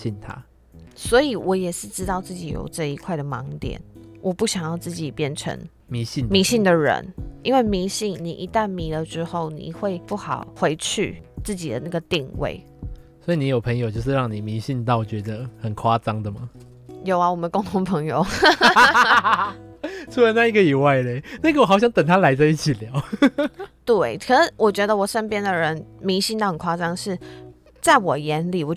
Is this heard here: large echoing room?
no